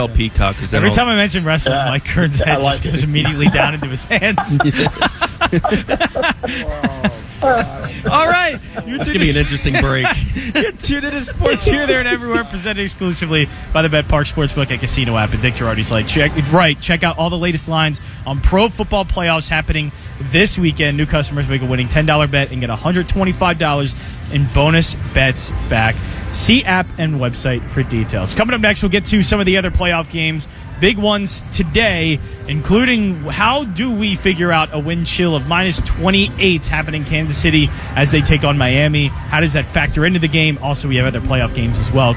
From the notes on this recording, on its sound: LIVE from the Parx Casino Sportsbook